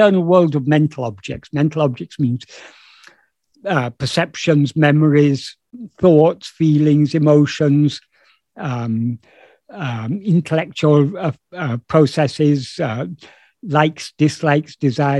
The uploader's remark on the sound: In a Zoom meeting with Sri Ramana Center, Houston